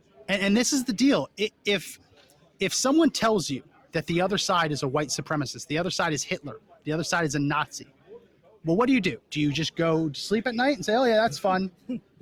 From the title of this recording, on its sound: Live From The Reawaken America Tour in San Antonio, TX!